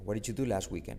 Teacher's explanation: La T de last no se pronuncia.